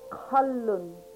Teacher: This is deep in your throat. It's not like a regular Q.